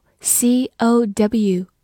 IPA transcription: kaʊ